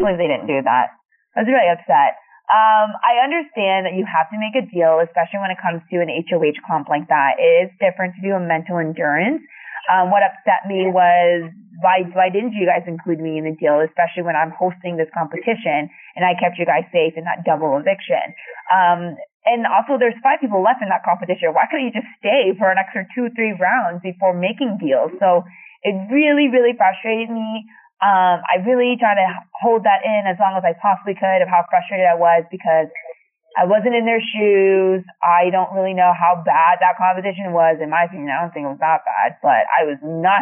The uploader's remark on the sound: This is our phone interview